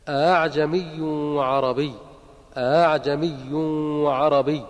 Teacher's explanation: حفصا يسهل الهمزة الثانية